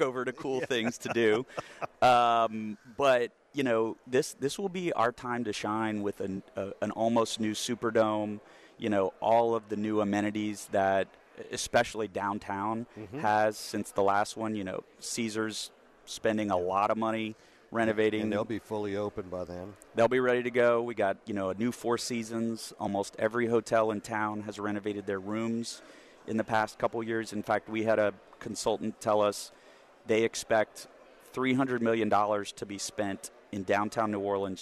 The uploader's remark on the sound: Is broadcasting LIVE from GNO’s Inc.’s Annual Luncheon at the Hyatt Regency New Orleans.